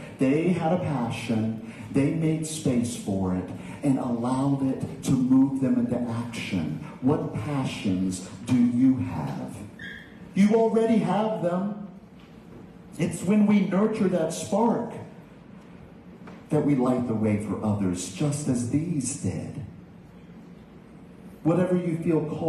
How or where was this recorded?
large echoing room